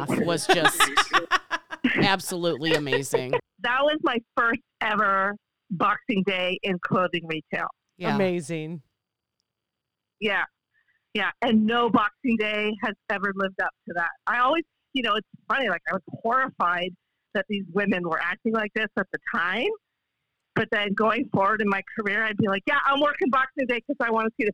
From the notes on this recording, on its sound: Phone Interview!